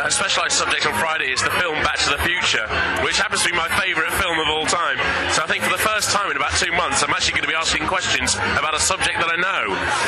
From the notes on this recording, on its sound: I took my mic along to Battle of the Bands and got a few interviews for you this week!